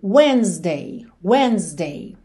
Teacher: Esse Szinho com som de Z